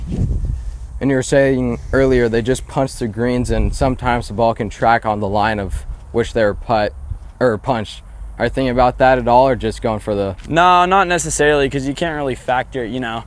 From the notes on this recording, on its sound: we stepped outside to the par 5 first at the Phoenix Country Club